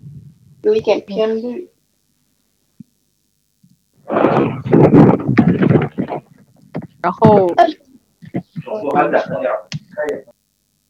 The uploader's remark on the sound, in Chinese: 我们与听众们线上网聚唠嗑，这是其中一段录音。长达4小时的网聚由于又一次的录音事故，抱歉只能放出这么多，其他灼见留在了记忆里。